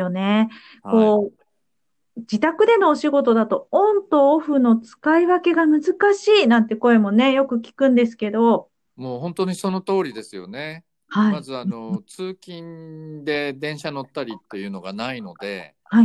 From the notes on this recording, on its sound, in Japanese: 今回は初のリモートでの収録です。